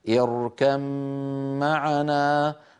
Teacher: يدغم الباء في الميم ويصير النطق بميم المشددة، هكذا اركب معنا، فإذا وقف بين الباء وأظهرها وقلقلها اركب. · Term: الإدغام